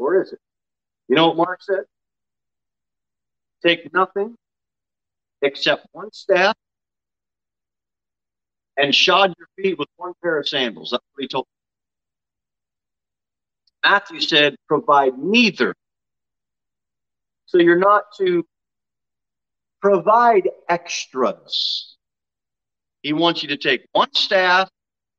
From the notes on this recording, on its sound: Sermon delivered at Pilgrim Baptist Church on Sunday, August 14, 2022 at 6:15 pm.